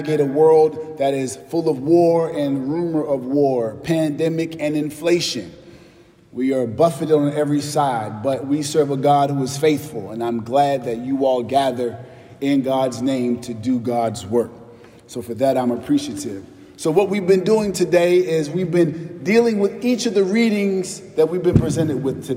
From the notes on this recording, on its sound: preached at our celebration of the Holy Eucharist on the Fifth Sunday in Lent